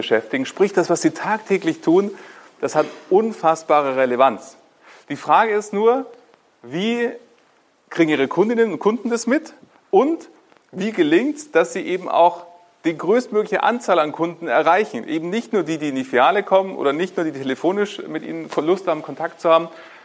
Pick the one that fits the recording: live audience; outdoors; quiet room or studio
live audience